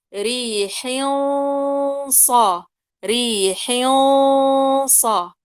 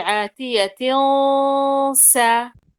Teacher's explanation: الإخفاء الأول عند حرف الصاد والصاد مفخمة، فأفخم الغنة · Shown in: first take